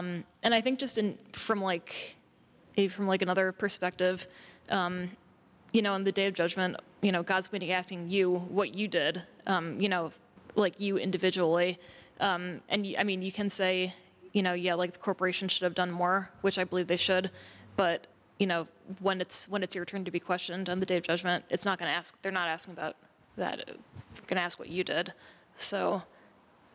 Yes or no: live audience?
yes